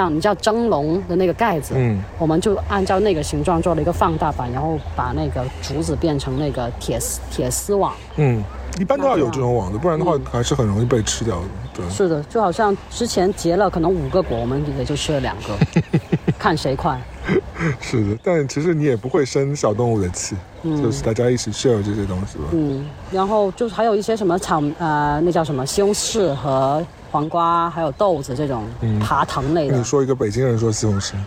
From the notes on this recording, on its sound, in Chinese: 本期纯户外录音，敬请享受水声鸟鸣和小狗戏水的背景音